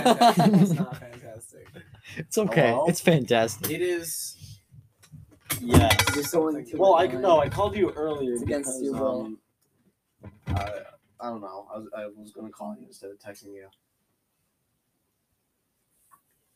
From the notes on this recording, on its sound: The recording stopped for no reason so we decided to call it.